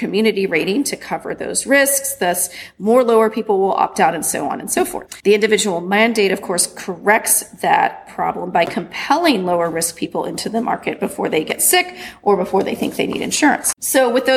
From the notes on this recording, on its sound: Recorded at the 2019 annual meeting of the Southeastern Association of Law Schools